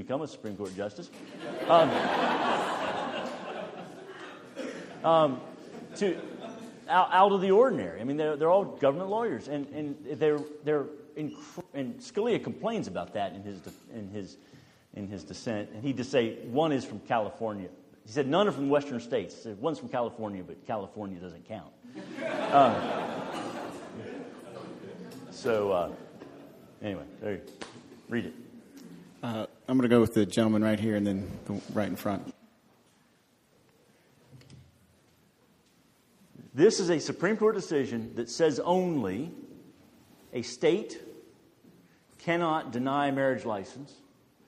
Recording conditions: live audience